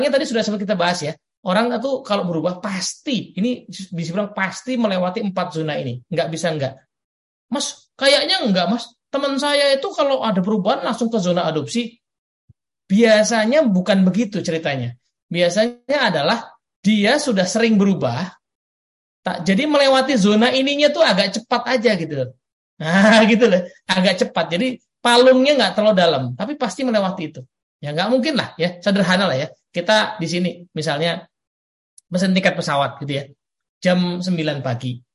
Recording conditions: video call